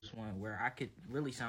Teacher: You push that vowel really far forward in the mouth, pronouncing it more like kid rather than could. I immediately recognize this as the trait of the low back merger shift, and there's only a few places in the country where it's present.